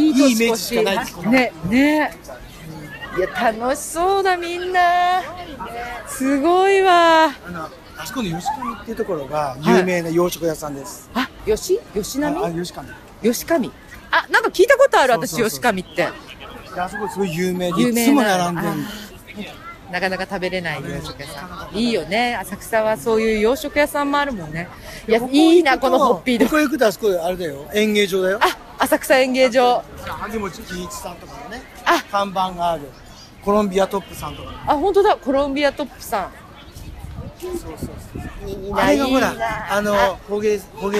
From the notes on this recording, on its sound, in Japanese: 初の街ブラ収録です！浅草浅草寺のほおずき市に行ってきましたー！！ほおずきのオレンジと風鈴の音色に癒されました。